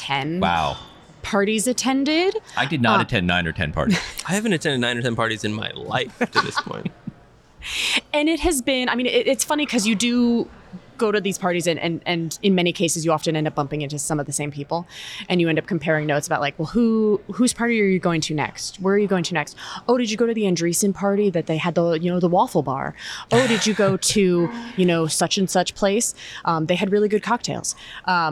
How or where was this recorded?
busy venue